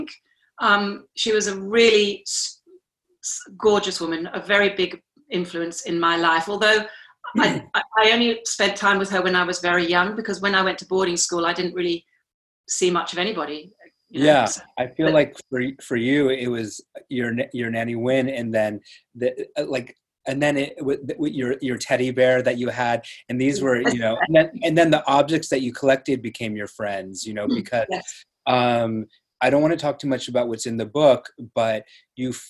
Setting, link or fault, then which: link, video call